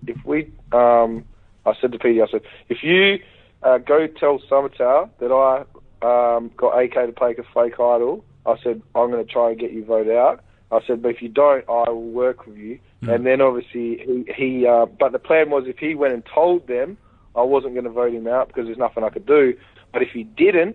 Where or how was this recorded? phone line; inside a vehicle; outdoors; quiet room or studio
phone line